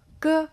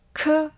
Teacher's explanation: 发 g 的时候气流比较弱，发 k 的时候气流更加明显